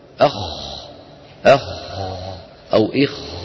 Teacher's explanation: فتجد بأن في السكون هناك فراغ معين يملأ الفم أقل من المضموم وأكثر من المكسور. · Term: الساكن